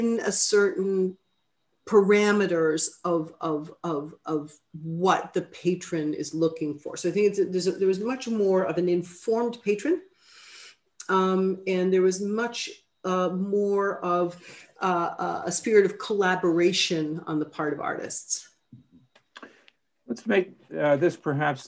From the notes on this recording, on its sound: A webinar lecture. This event is co-presented by the Harvard Catholic Forum and the Lumen Christi Institute.